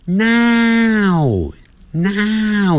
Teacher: 先念 na na 的 na， now now 在嘴巴缩小 · Term: 双元音